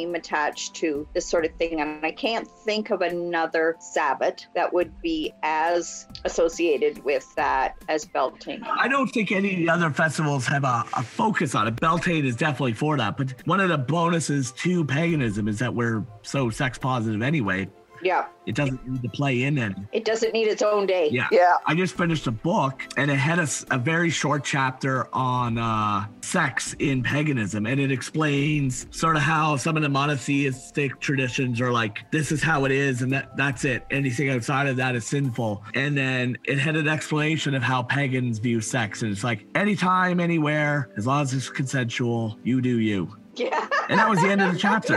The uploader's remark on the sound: sit around the Zoom table with hot beverages